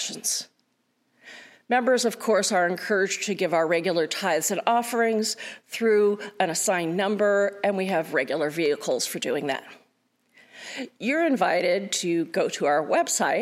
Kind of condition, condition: setting, large echoing room